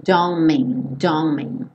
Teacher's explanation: Então, aqui também nesse don't mean, você vê esse T sumindo. E aí, o N do don't já junta com o M do mean.